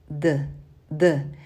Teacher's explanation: Well, in Spanish, it doesn't sound like that. In Spanish, it's like a flat sound. You have to put all your tongue touching all your palate. So it sounds D, D.